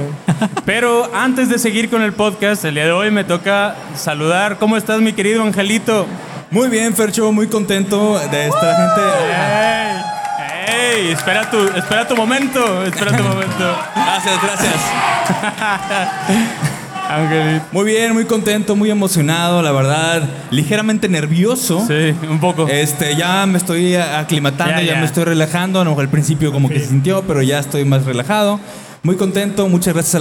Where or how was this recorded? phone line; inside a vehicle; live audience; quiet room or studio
live audience